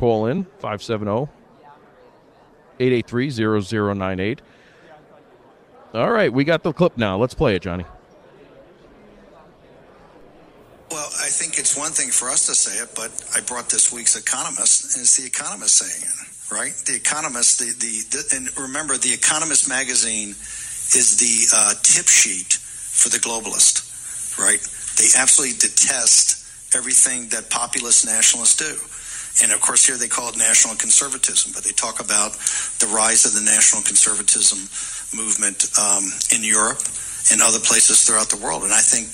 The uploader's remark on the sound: doing his show live at CPAC